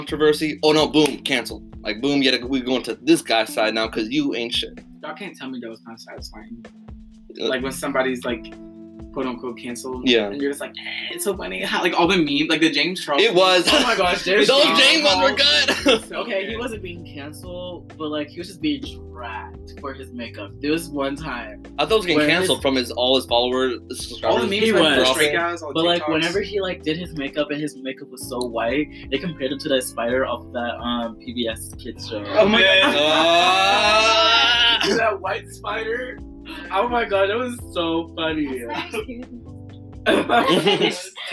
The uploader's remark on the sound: The auto is kinda weird but we didn’t have a mic at the time and we’re still learning how podcasting works.